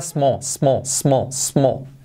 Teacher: Esa L hace que la vocal suene como O